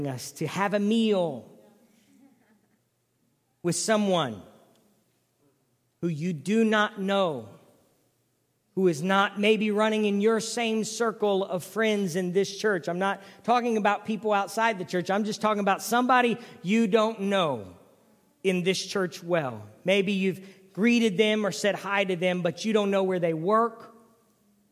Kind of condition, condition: setting, large echoing room